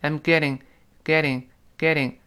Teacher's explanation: 如果读得非常快，那个 getting 中间的 t 又会轻轻的、特别轻的浊化成的的的